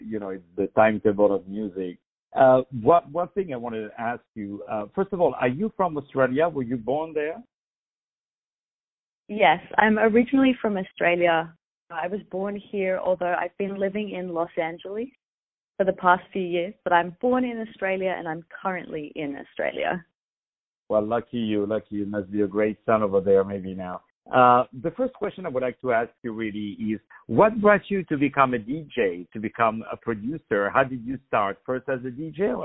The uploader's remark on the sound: On the phone